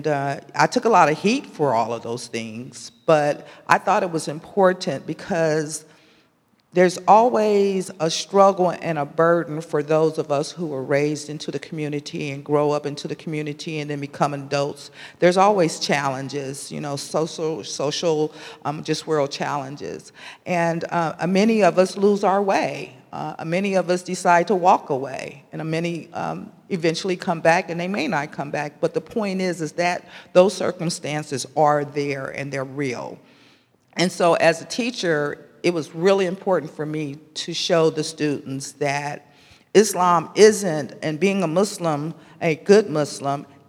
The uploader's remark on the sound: Q&A Discussion Circle w/the Imam. Takes questions from the congregation. Congregants have an engaging conversation.